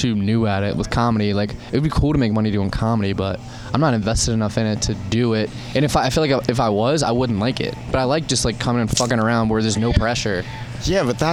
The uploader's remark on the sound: Banter before the Shantytown Pub Open Mic